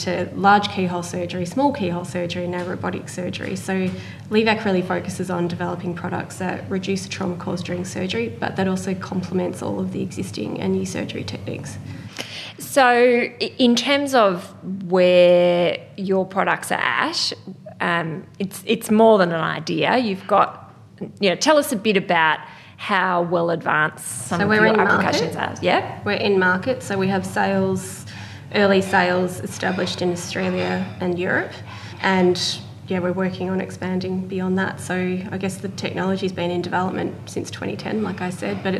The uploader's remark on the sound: Recorded at the Scale investors portfolio day in 2019, this is a very special group interview.